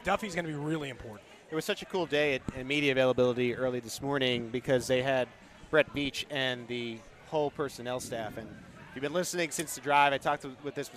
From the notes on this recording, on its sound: This week Arrowhead Pride radio was live from Super Bowl LVII in Arizona.